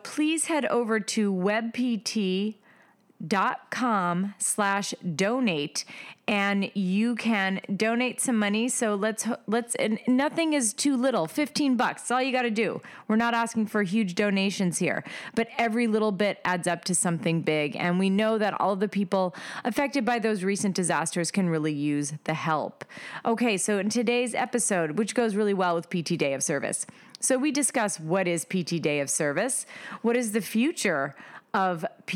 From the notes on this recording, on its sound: LIVE from the Ascend Conference in Washington DC.